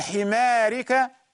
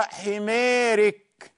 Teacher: طبعا الراء ترقق تبعا للإمالة · Shown in: second take · Term: إمالة كبرى